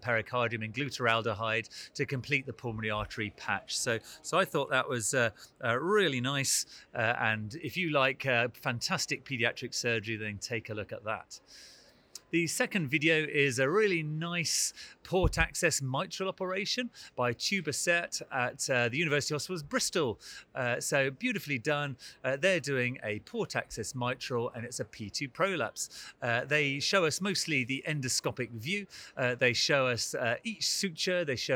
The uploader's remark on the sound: recorded at the 2023 EACTS Annual Meeting